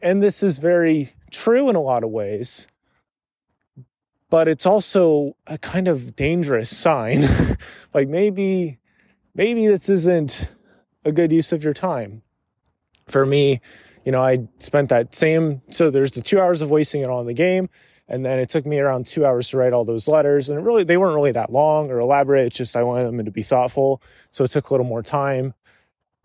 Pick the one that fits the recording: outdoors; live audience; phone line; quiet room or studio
outdoors